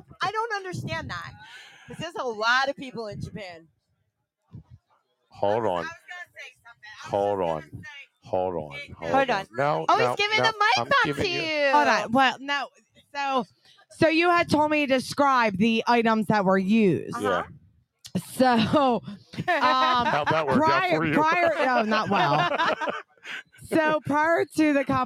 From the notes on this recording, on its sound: Tonight we come to you LIVE from the Paradise Club as we play a game.